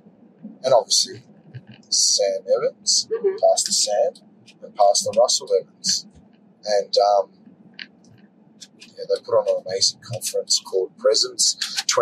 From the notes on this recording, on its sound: Join us on an exhilarating journey as we dive into the heart of the 2024 Planetshakers Conference. Take you behind the scenes as they navigate the electric atmosphere of the conference, seeking out Christians willing to share their powerful testimonies.